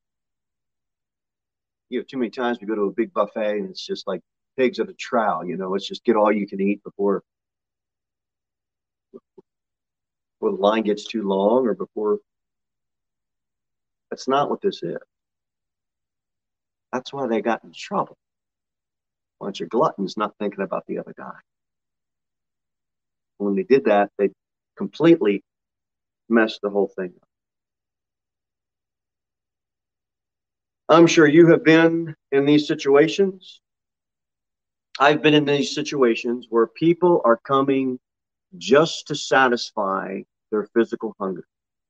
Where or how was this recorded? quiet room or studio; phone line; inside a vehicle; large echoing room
large echoing room